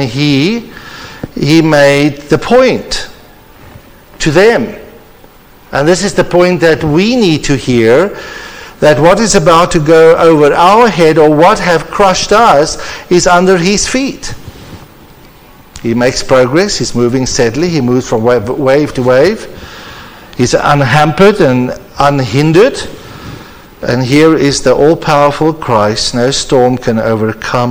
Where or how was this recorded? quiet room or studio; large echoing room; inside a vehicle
large echoing room